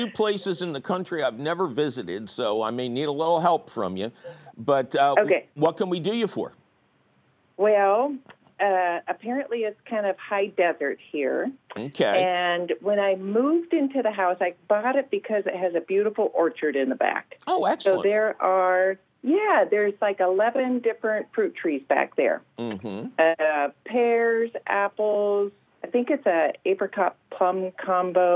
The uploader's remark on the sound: your fabulous phone calls!